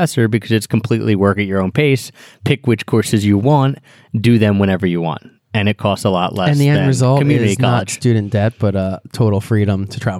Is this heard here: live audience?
no